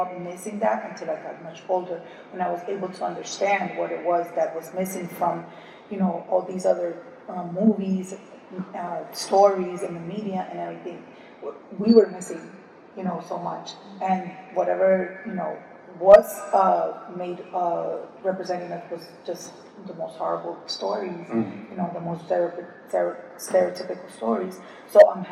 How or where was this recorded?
live audience